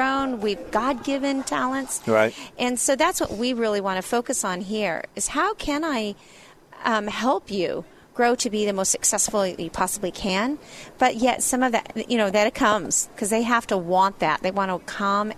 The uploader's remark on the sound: Broadcasts from Sight and Sound Theater in Branson, MO.